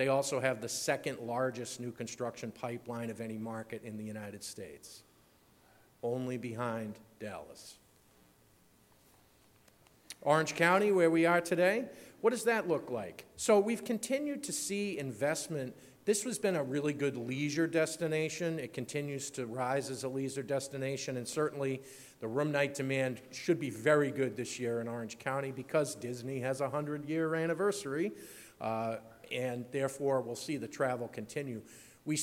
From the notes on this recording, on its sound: Keynote from the 6th Annual California Lodging Investment Conference [CLIC] 6. Opening Keynote from CLIC.